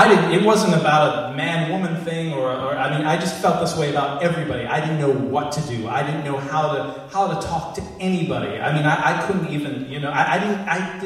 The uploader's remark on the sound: at the Alberta Abbey for live storytelling with Portland Story Theater